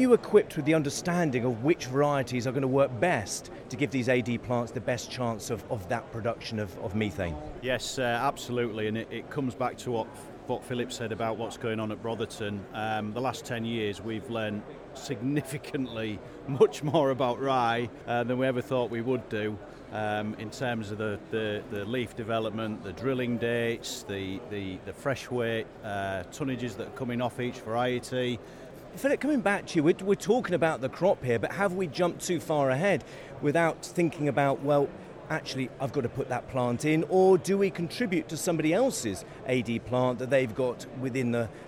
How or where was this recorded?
busy venue